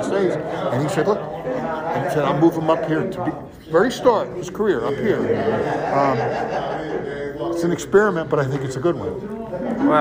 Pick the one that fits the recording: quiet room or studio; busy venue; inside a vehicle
busy venue